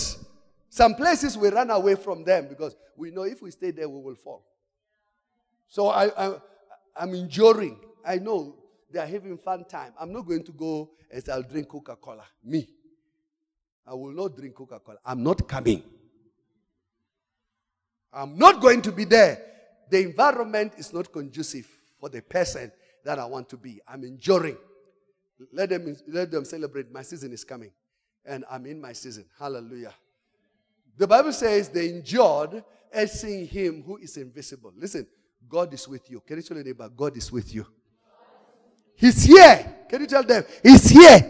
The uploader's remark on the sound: Service: The Gathering. Campus: Arcadia. Message preached during The Gathering of Branches in Arcadia.